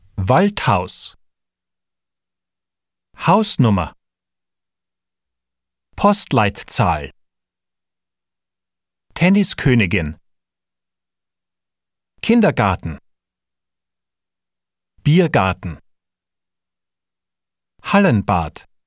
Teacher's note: Compounds composed of two or more nouns are very common in German. The first noun is stressed more strongly than the second.